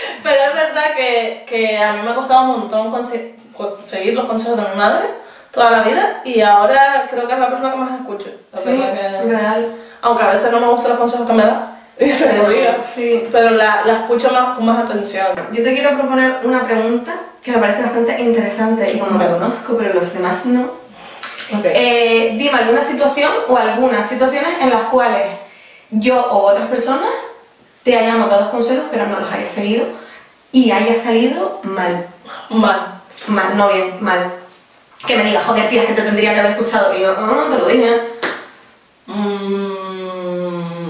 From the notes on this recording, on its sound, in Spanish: Nos disculpamos por el sonido.